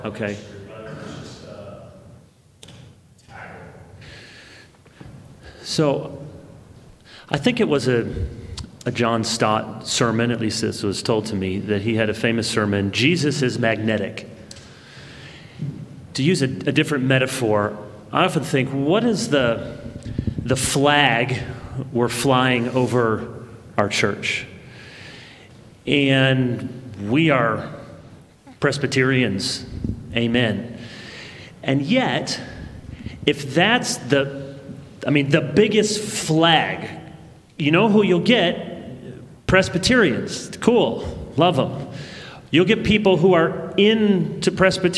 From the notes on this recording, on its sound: This recording is from the 2023 Gospel Reformation Network Conference held in Charlotte, NC in May.